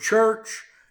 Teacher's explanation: In England, the CH sound is softened, and we get our word church.